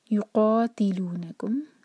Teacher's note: قاف ہیوی اور دو حرکہ لمبا